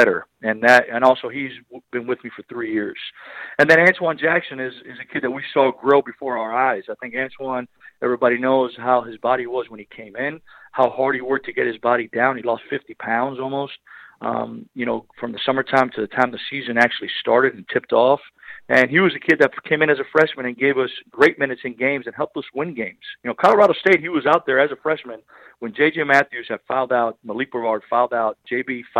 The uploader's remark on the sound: LIVE on the Back In Action Hotline. RWRC Radio on The Ticket 95.3 Fm/970 AM.